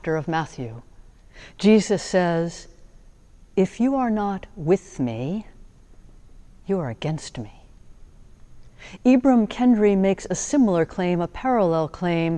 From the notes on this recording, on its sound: Sermons from Old South Church in Boston